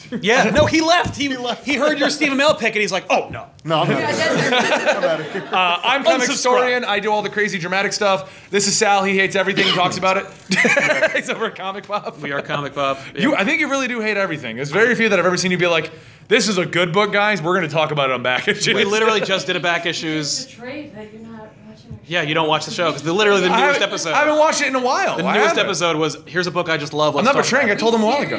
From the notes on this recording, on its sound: we had a live panel at Rhode Island Comic Con 2015!